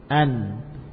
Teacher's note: mana makhraj nun? Ujung lidah dengan gusi. An, ya. Tidak dilepaskan atau dipindahkan dari makhraj asli dari nun, ya. · Term: izhar